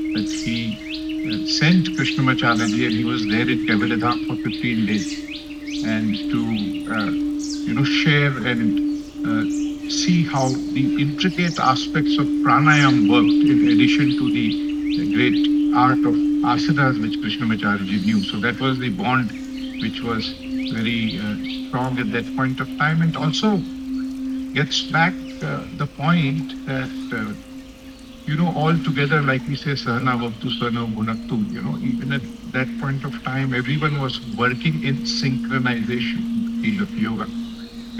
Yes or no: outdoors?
yes